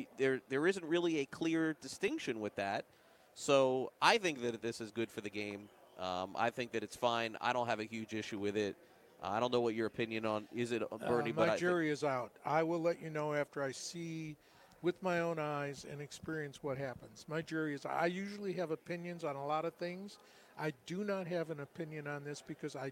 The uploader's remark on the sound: LIVE FROM THE MLB WINTER MEETINGS